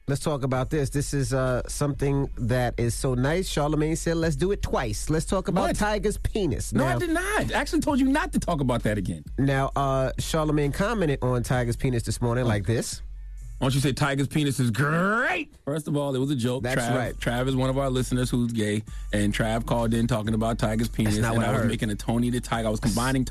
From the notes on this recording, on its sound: we opened up the phone lines